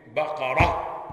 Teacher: يعني عندي الاسم المفرد المؤنث بالتاء يوقف عليه بالهاء · Term: الإبدال